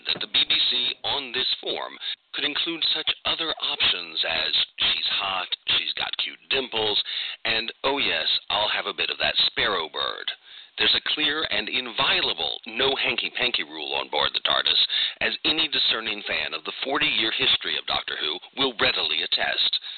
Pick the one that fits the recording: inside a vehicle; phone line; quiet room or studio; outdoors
phone line